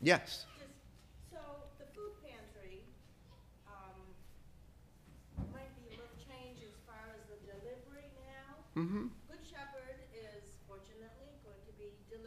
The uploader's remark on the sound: This is the audio from the entire service.